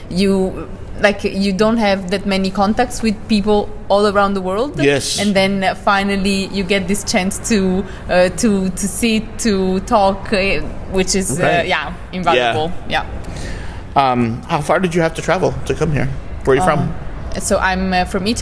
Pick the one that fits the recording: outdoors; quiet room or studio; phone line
outdoors